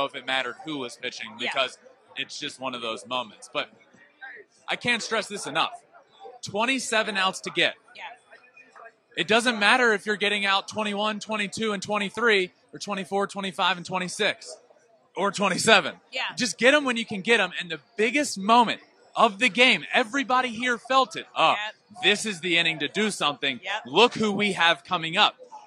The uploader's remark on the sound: NLCS POST GAME SHOW LIVE. Live on the field moments after the Phillies defeated the Padres!